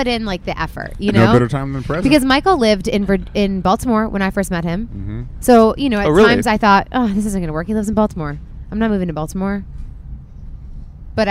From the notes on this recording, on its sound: The Whine is live from the Napa Valley Wine Train!